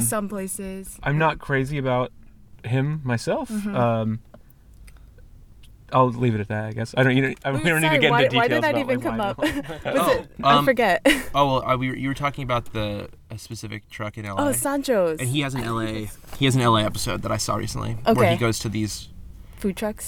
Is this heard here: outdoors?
yes